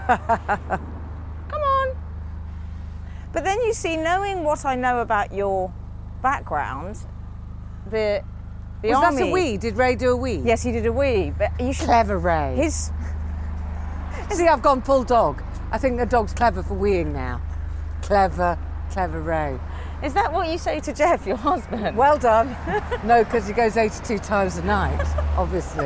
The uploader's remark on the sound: goes for a stroll